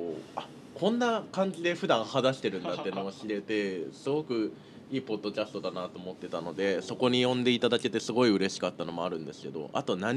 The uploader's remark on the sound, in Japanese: 屋外収録